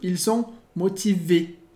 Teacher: frase no plural, motivé aparece um S, mas a gente não pronuncia